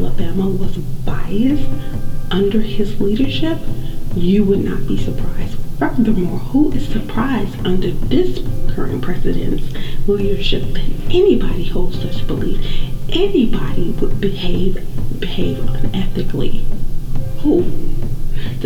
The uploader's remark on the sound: Horrible Sound Quality. There was some technical difficulties with this episode (the sound).